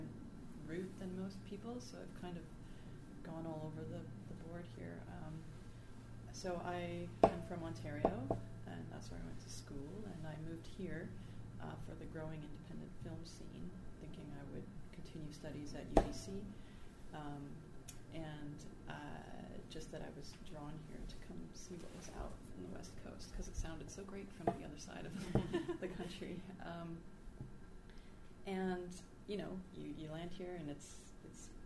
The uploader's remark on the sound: UFSA Live: Career Night (part 2)